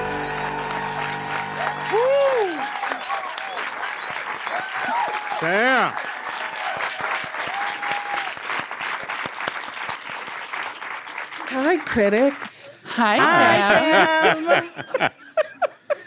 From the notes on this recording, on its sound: In a live taping of Critics at Large at this year’s New Yorker Festival